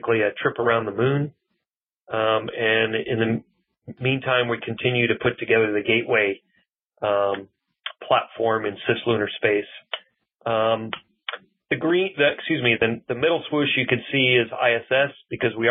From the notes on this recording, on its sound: Today we’re featuring a Future In-Space Operation teleconference